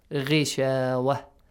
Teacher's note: Ghain is a heavy letter, but because it has a kasra sound, so light. It has to be lightly pronounced.